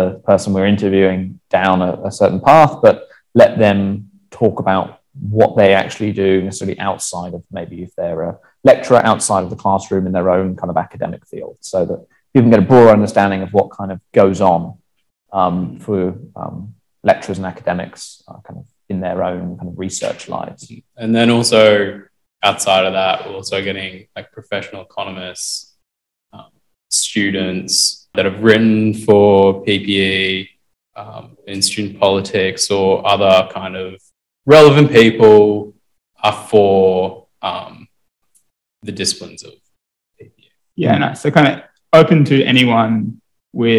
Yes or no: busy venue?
no